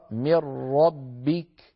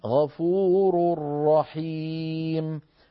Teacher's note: بالنسبة للراء مثال الراء من ربك، وبالنسبة للتنوين غفور رحيم. فلاحظنا بأننا حولنا النون إلى راء وصار النطق براء مشددة. لو أبقينا الغنة على ما ورد من بعض طرق طيبة النشر عن حفص رحمه الله نقول من ربك غفور رحيم.